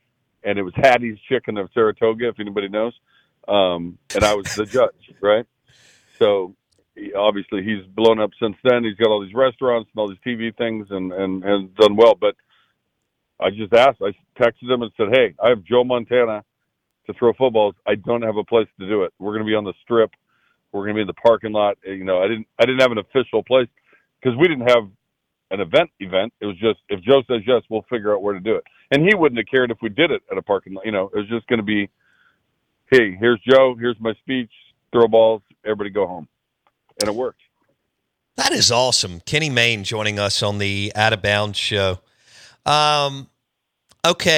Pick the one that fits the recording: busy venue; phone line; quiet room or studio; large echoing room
phone line